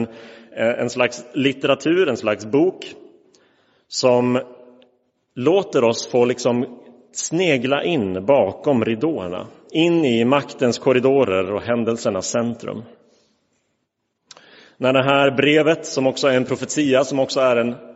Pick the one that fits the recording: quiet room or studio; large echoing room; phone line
large echoing room